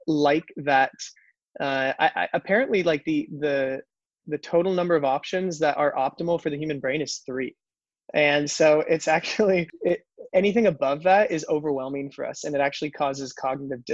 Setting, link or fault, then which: link, video call